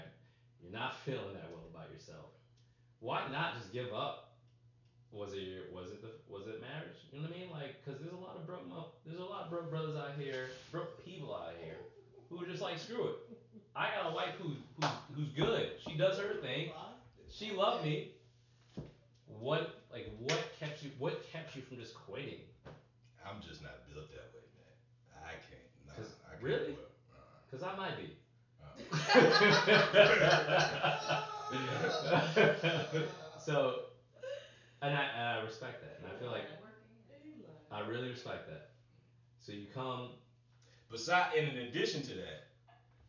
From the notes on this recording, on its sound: Forgive the background noise. My Fiancee' was talking in the next room and I wasn't about to tell her to quiet down.